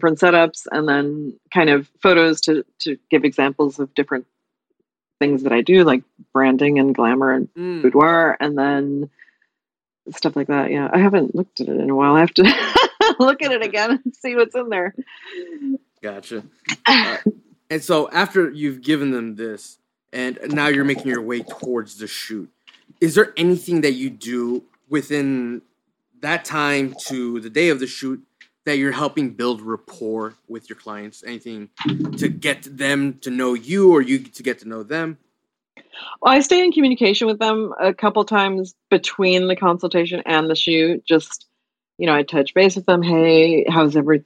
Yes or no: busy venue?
no